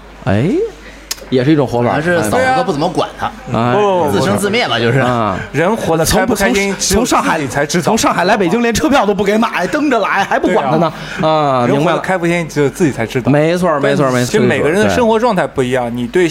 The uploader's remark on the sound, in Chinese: 线下聚会特辑。很高兴有许多小伙伴到了现场与我们主播一起活动交流。这期节目就是随机邀请当天到场的朋友们来参与录制的。